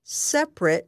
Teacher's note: When separate is an adjective, pronounce the last syllable of the word as ret.